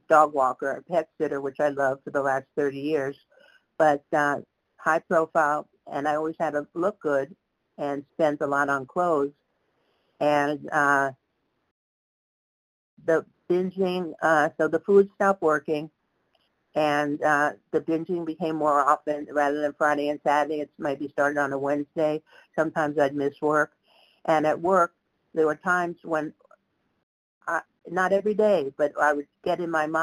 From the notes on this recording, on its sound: 100 Pounders Phone Meeting.